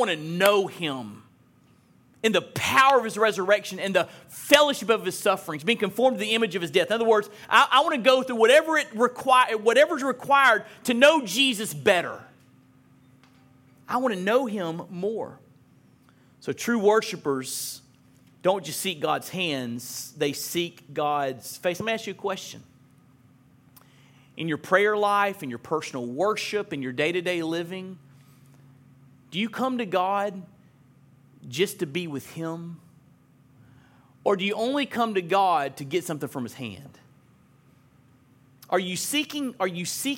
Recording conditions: large echoing room